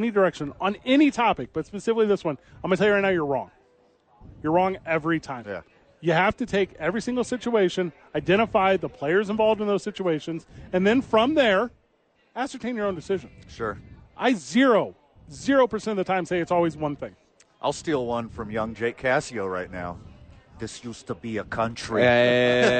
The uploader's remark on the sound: live at Santa Fe Brewing for TNF